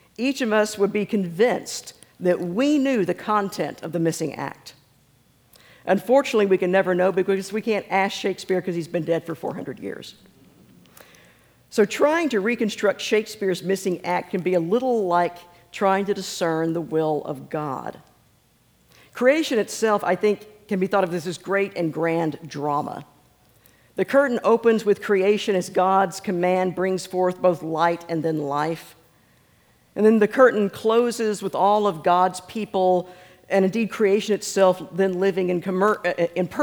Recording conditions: live audience